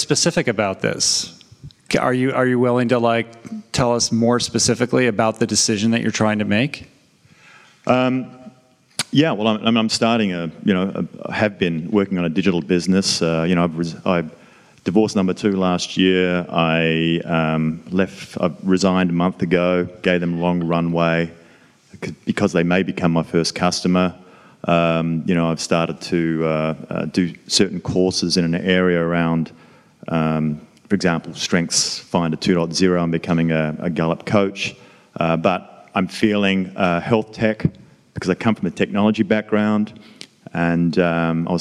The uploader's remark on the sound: Interactive audience Q&A. Excerpted from the first group session conducted during our recent retreat in Italy.